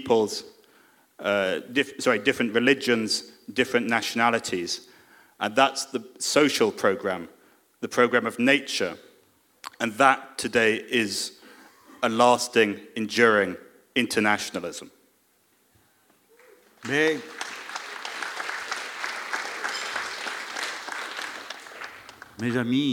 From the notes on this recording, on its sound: Before taking questions from the audience. Thanks to Jacobin Magazine for organising this event.